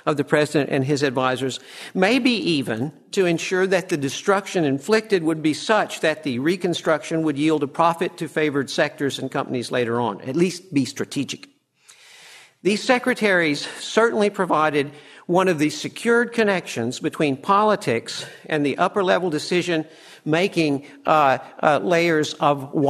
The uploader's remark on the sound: From the session on "The Changing and Permanent War Parties," presented at the Austrian Economics Research Conference. At the Ludwig von Mises Institute in Auburn, Alabama.